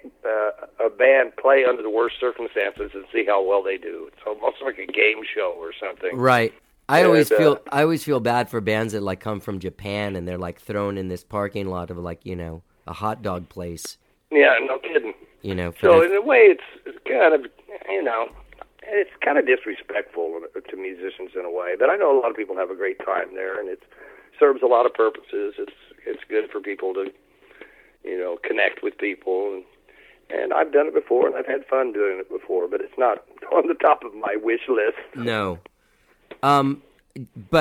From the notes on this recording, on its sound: We had a great phone conversation